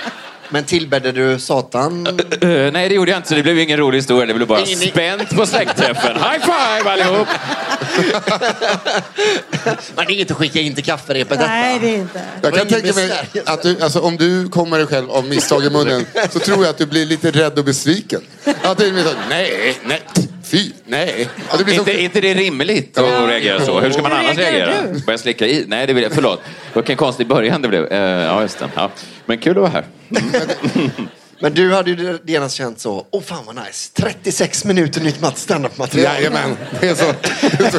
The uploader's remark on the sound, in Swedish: Live på Scala